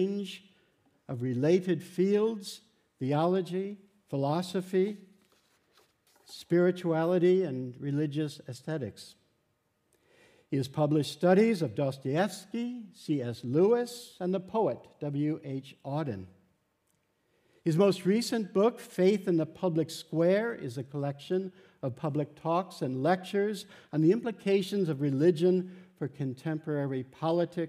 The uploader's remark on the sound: Delivers the Gifford Lecture series. Recorded on Monday 4 November at the University of Edinburgh's New College.